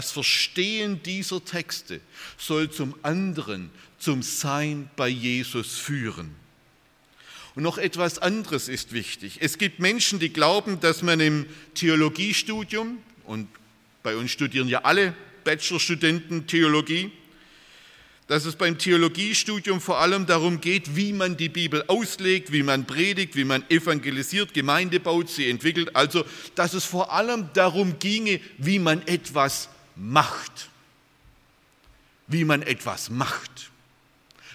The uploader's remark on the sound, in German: aus dem Gottesdienst der Liebenzeller Mission